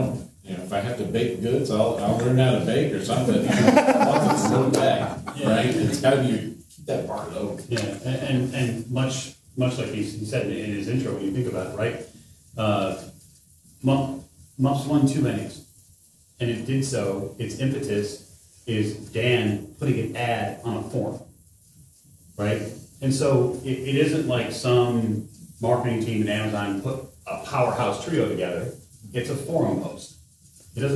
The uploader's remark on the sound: Through a covert audio recording we're happy to bring you the Podcast & Streaming panel from ChaosiumCon 22' !